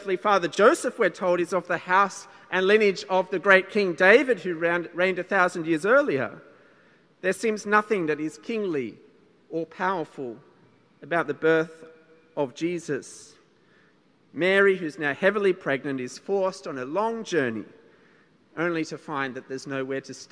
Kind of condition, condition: setting, large echoing room